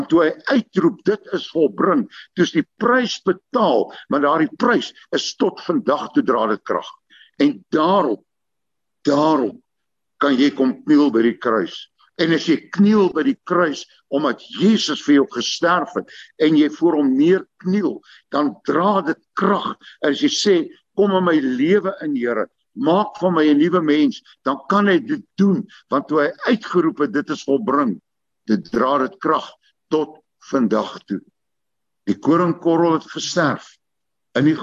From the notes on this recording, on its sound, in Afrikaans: Manne van die Woord se Zoom Byeenkoms 31 Maar 2022.